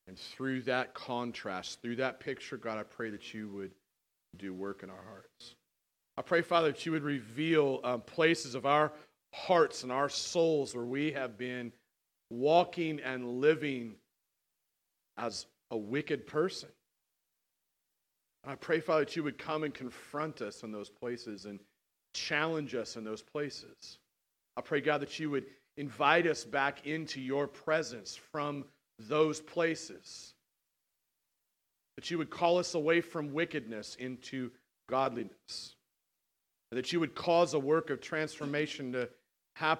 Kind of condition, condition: setting, large echoing room